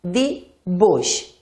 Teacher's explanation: UI és un diftong, per tant, és un aplec que no es pot separar.